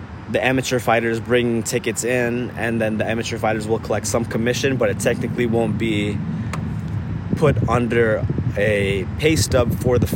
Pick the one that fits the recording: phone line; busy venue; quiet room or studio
busy venue